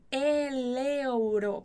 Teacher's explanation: a gente junta o L com a vogal que começa outra palavrinha